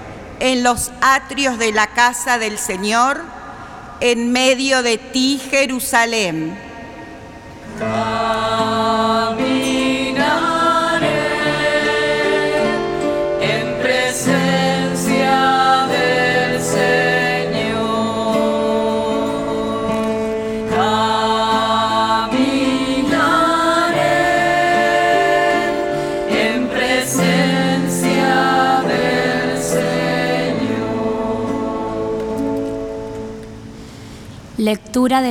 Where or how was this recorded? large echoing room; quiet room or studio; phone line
large echoing room